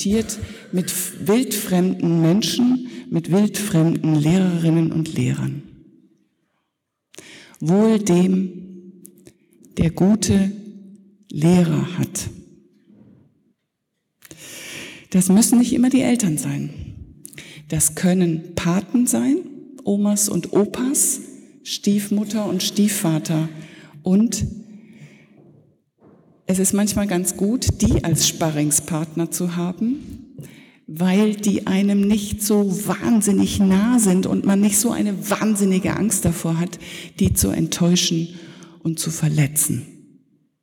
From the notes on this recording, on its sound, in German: Predigt zur Konfirmation der zweiten Teilgruppe der Konfirmanden in der Martin-Luther-Kirche Detmold am Sonntag Jubilate 2019.